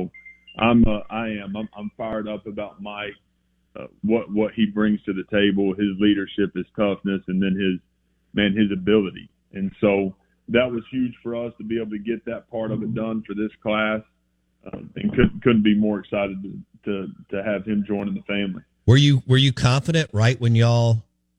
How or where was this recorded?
phone line